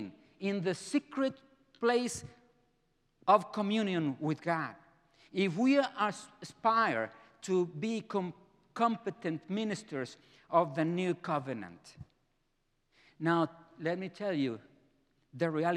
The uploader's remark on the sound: Presented by Asbury Seminary Kentucky Chapel, recorded on Thursday, October 12, 2023 at Asbury Theological Seminary's Kentucky campus.